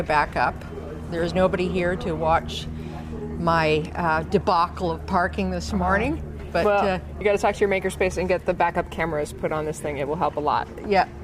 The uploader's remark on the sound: Live from LFNW